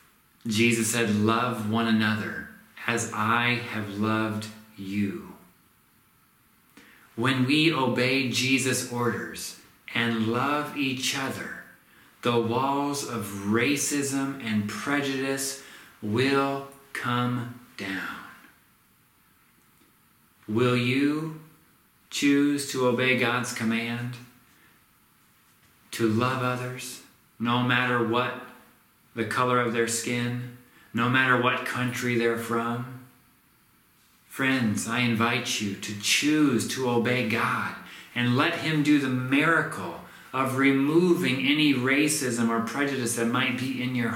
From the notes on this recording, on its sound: This sermon was recorded at Middle East University.